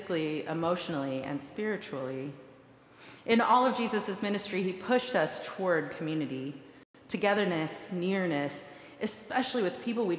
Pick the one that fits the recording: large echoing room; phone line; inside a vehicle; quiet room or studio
large echoing room